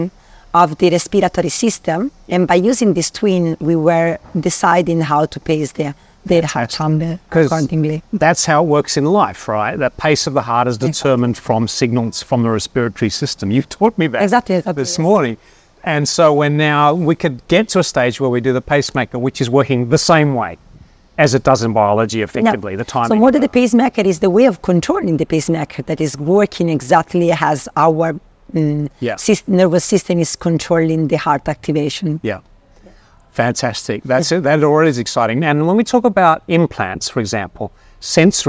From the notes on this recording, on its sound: We recorded our conversation outdoors, at a beautiful seaside location at the 2023 NeuroEng Workshop hosted by the International Centre of Neurmorphic Systems , so you may hear the occasional walker or vehicle passing us. We recorded our conversation outdoors, at a beautiful seaside location at the 2023 NeuroEng Workshop hosted by the International Centre of Neurmorphic Systems , so you may hear the occasional walker or vehicle passing us.